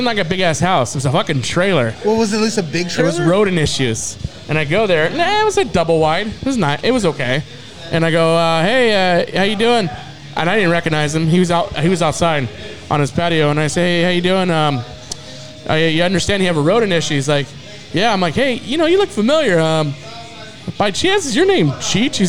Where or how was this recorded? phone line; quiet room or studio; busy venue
busy venue